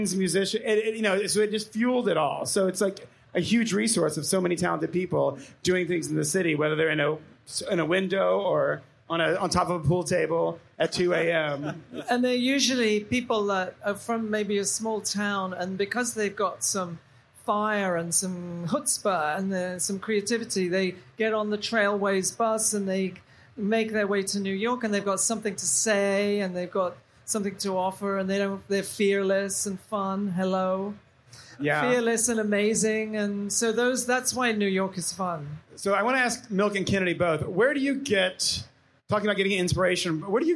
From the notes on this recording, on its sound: LIVE episode, recorded at RuPaul’s DragCon in NYC